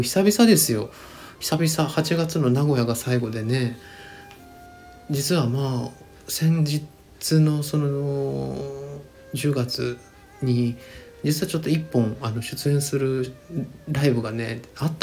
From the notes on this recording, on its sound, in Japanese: スタンドFMのアプリを使って回しっぱなしで収録しております。BGMが大き過ぎる箇所もあるかもしれませんがご了承ください。